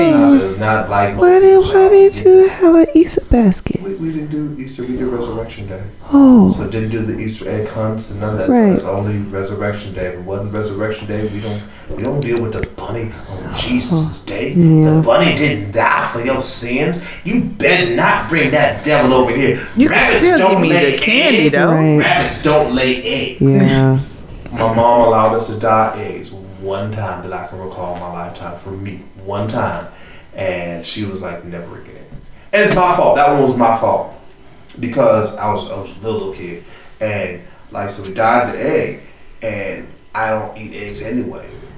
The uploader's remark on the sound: They also weed through a host of technical difficulties